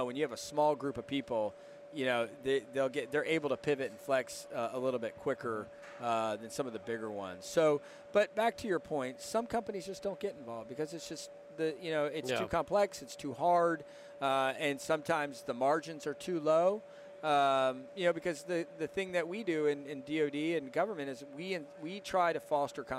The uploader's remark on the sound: This week we are recording from the floor of Modern Day Marine so that we can bring you the events and personnel of this outstanding convention as it’s going on.